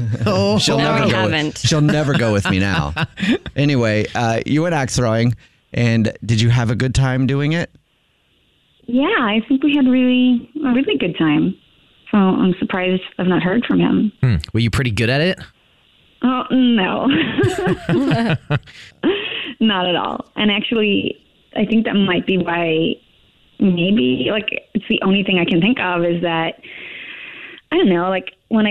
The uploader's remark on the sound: A Phone Prank